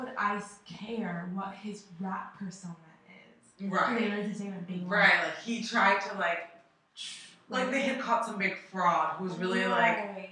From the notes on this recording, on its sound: Technical difficulties to say the least but we got her done.